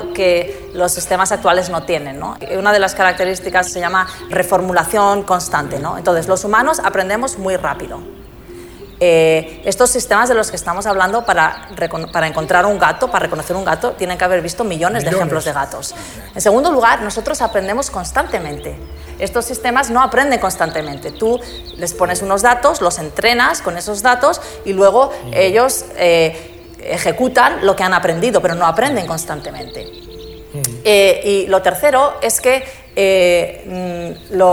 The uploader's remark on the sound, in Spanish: Escapa del ruido de la ciudad para cobijarse en el jardín de ‘La Biblioteca de la Memoria’, un lugar más asimilable a las condiciones del entorno ancestral en el que tomó forma nuestro actual cerebro.